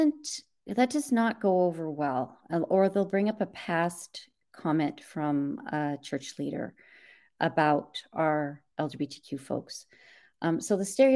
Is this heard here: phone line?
no